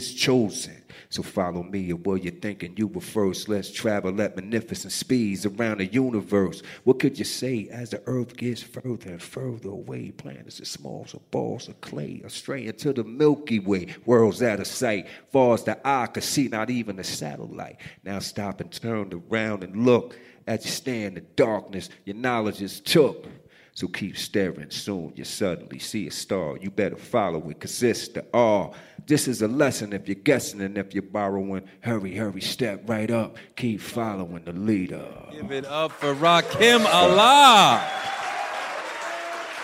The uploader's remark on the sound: It was recorded at a WeWork space in Manhattan in front of a great crowd.